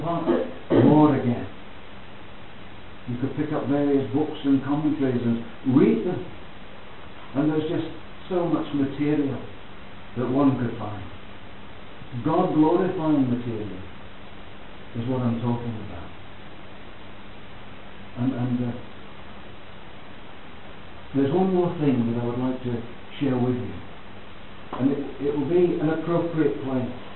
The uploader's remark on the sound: Please note that the audio is of poor quality.